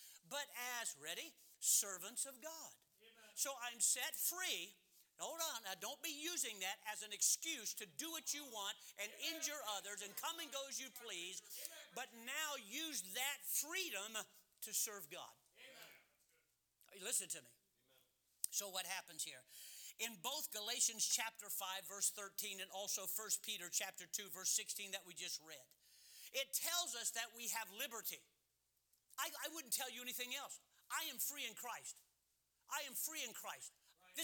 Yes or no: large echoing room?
yes